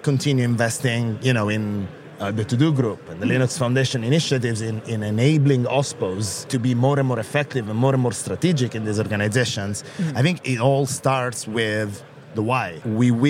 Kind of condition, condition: setting, busy venue